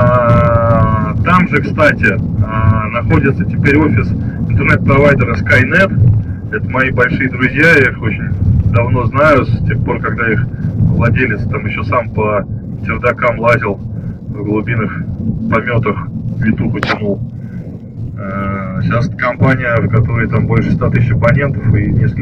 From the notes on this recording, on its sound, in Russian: Записали эту экспедицию на диктофон. Качество звука так себе.